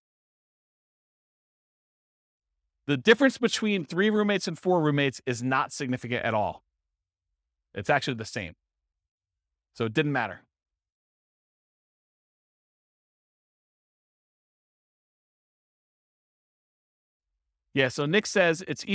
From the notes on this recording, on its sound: This was a live class recorded